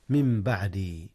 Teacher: جاء الإقلاب هنا يا أستاذنا، حيث النون انقلبت ميما قبل الباء.